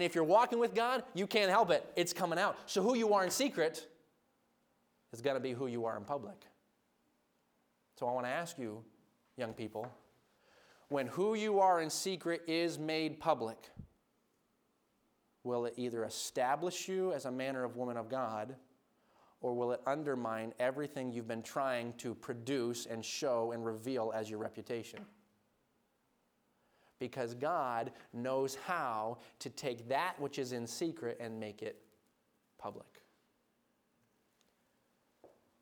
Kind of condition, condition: setting, large echoing room